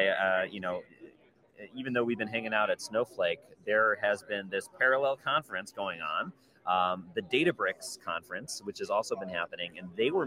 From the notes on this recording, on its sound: Live from Snowflake Summit 2023 in Las Vegas.